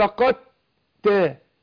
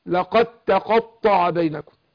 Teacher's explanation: أدغمت الدال في التاء نطقت بعد القاف التاء · Term: إدغام متجانسين